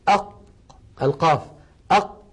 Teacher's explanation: ونحاول أن نضغط على هذا الحرف نجد بأنه لا يمكن جريان الصوت عند هذا الحرف